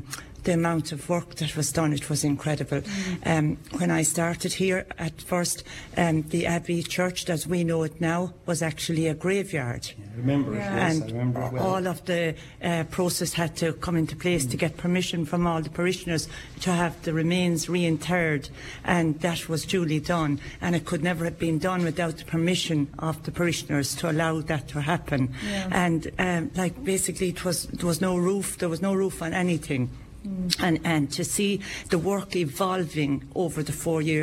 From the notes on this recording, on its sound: Today's Village Tour came live from Holycross Abbey!